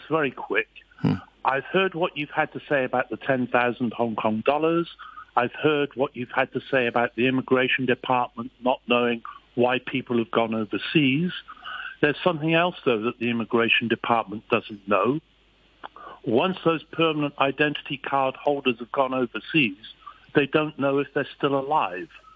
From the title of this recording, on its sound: The Financial Secretary Phone-in